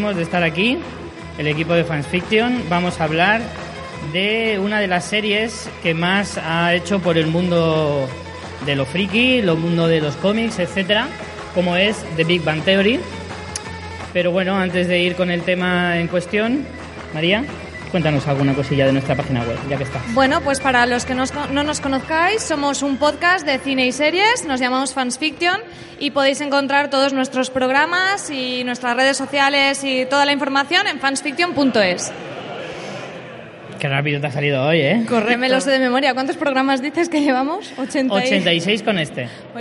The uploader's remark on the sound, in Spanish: Tuvimos el placer de hacer un directo desde el Salón del Cómic de Alicante